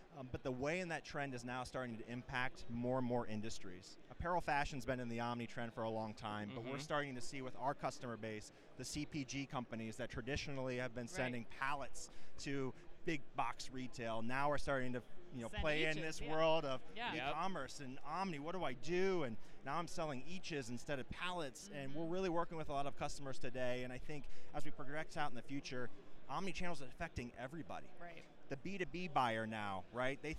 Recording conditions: busy venue